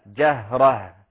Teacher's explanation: ننبه إخواني على الوقف على التاء المربوطة جهرة، فنقرأها بالهاء جهرة إذا اضطررت للوقف فتقرأها هاء حتى لا تنقلب إلى فتحة جهرة وهكذا.